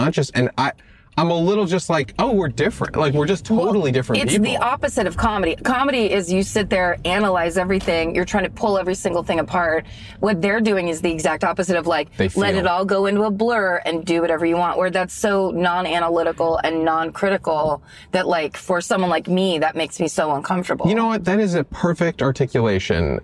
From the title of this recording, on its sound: In the Car